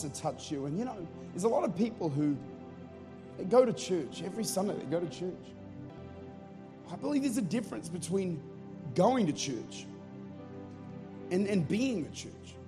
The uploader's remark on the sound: Recorded at Life Church, St. Louis, Missouri.